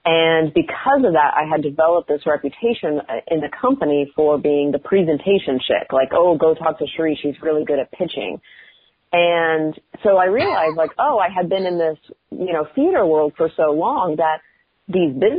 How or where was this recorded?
phone line